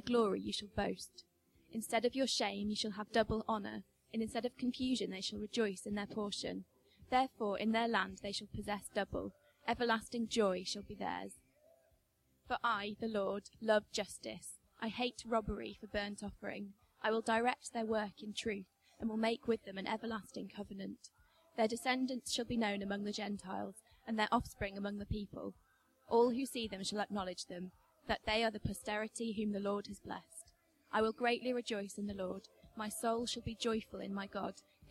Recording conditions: large echoing room